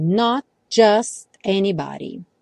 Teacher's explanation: Reparem como os T's desaparecem.